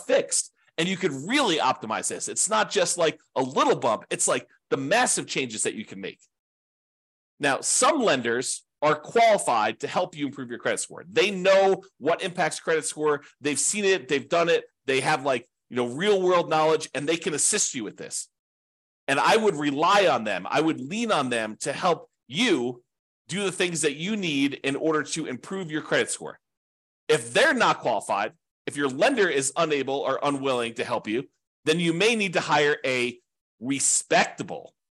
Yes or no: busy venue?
no